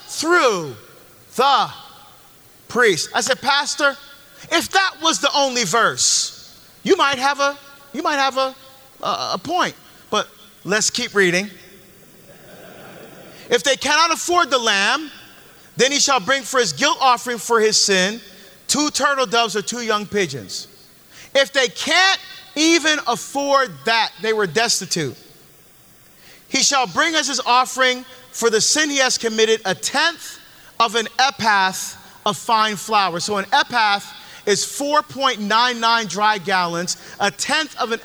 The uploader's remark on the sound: LIVE from the Deeper into the Psalms from the Ignite Bible Tour